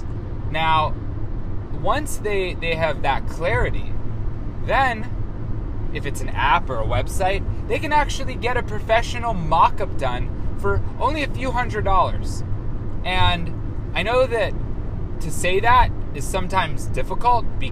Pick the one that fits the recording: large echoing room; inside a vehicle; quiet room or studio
inside a vehicle